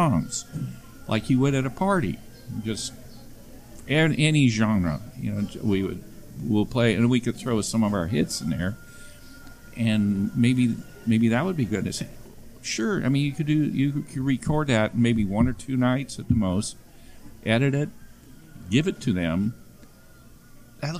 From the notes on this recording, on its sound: From the private debut of …'s Tiki Lounge in Huntington Beach, California.